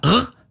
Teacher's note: påvirkning fra fransk-fransk, og da er det parisisk-franske, og de har r, uvular r, skarre